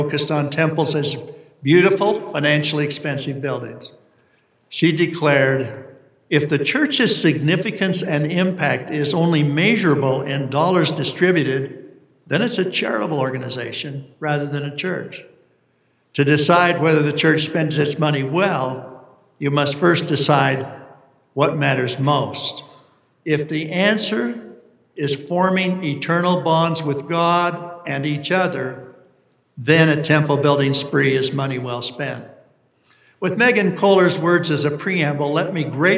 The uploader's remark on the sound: delivered this university conference address on August 28, 2023